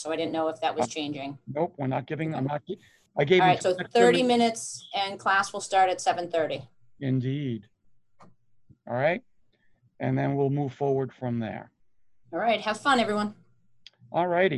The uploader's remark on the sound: Online Session Audio